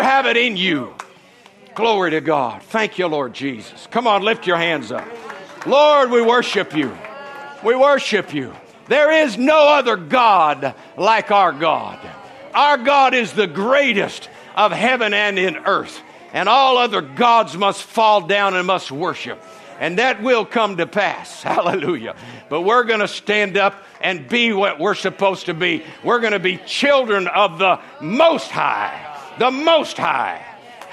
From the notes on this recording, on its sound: from the Sunday morning service on September 24, 2023 at Harvest Bible Church in Stockton, California